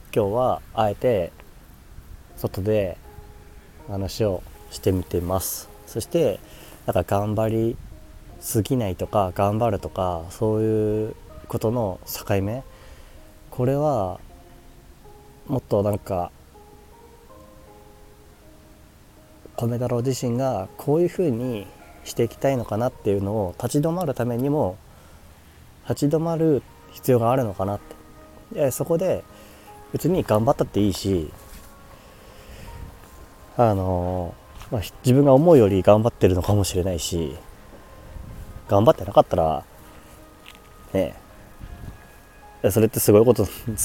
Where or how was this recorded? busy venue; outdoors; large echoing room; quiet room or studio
outdoors